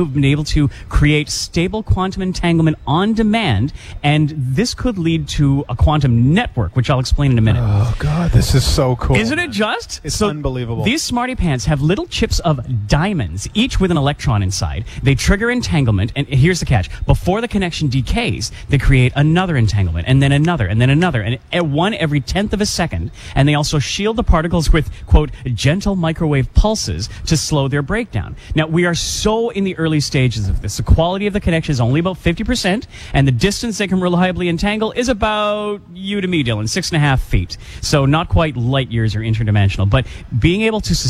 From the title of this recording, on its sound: LIVE at Mayfair Shopping Centre